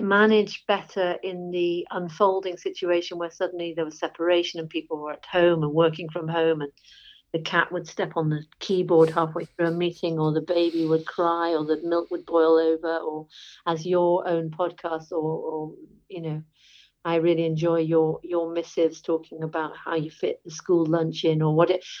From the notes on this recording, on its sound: I am also (while not able to meet face to face) recording these impromptu chats over the phone.